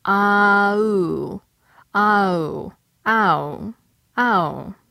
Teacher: For the ow diphthong in the word how, you start with the A in la, and gradually move your tongue toward the U in blue. That is a bit higher and toward the back of your mouth, while at the same time your lips get rounder.